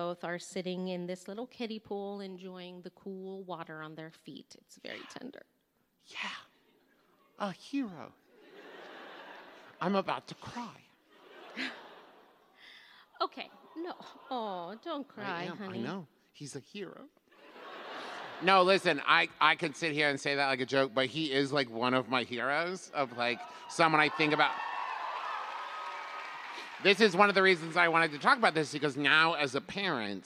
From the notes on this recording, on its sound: recorded LIVE in San Jose!